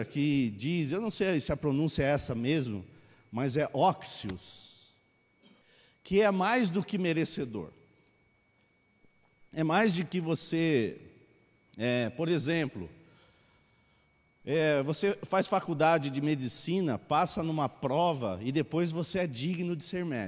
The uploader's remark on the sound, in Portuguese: Mensagem gravada na Bíblica de Botucatu